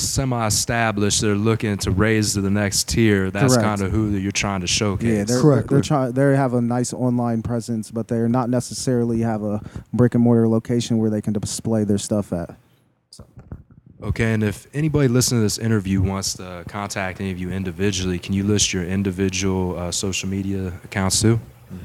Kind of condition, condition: setting, busy venue